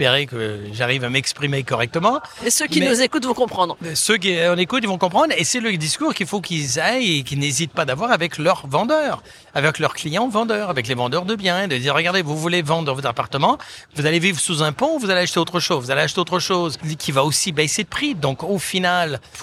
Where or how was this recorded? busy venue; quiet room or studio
busy venue